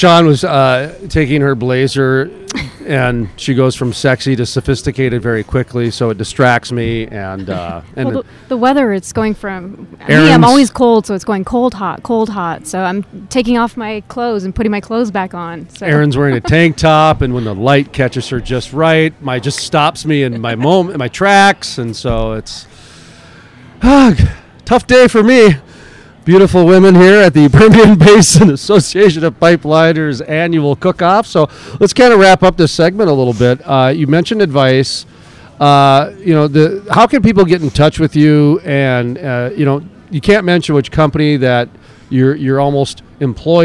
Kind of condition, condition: setting, busy venue